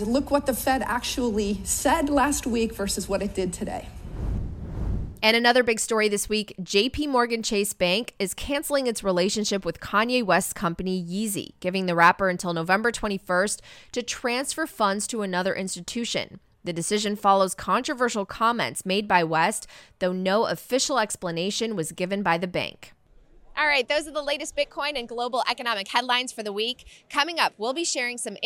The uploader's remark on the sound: On location at Bitcoin Amsterdam!